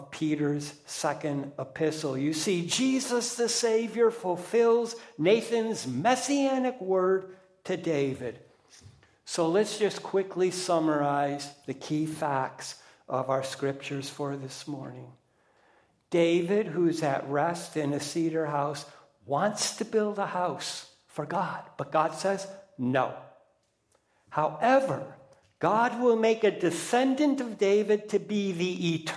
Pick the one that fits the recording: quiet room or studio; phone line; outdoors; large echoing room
large echoing room